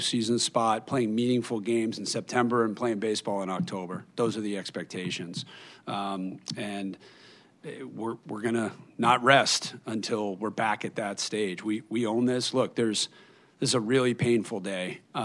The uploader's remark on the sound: we bring you the Press Conference